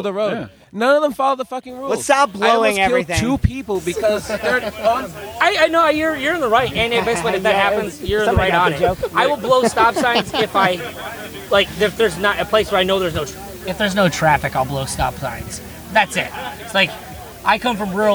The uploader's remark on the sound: This episode was recorded in-person during PorcFest in New Hampshire.